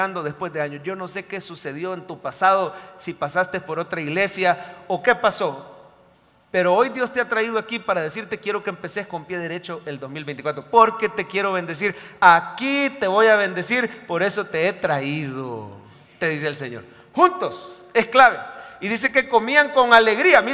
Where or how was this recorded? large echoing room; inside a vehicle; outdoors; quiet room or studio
large echoing room